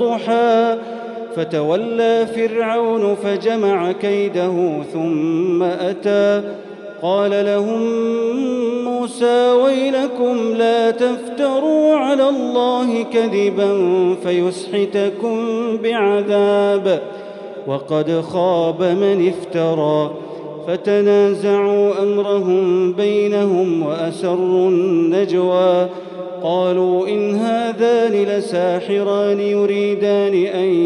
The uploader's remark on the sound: 21st Ramadan 2020 Taraweeh Prayer in Masjid Al Haram, Makkah, Saudi Arabia